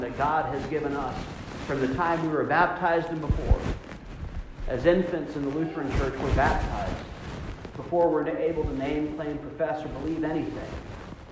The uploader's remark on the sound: Augsburg, Union Homecoming. The audio is terrible because of pocket noise despite the microphone, I apologize!